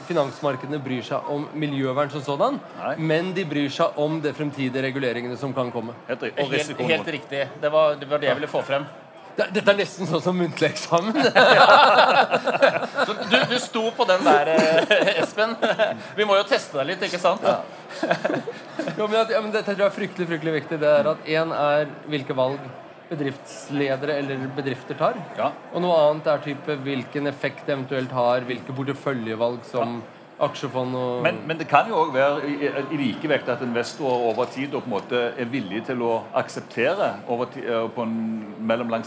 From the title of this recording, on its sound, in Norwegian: LIVE på ONS 2022